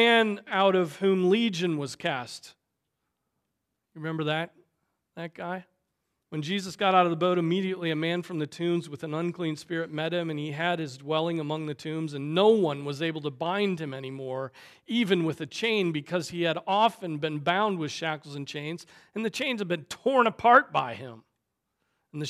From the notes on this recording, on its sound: Preached on September 3, 2023 at Trinity Presbyterian Church ( Evangel Presbytery ) in Spartanburg, SC.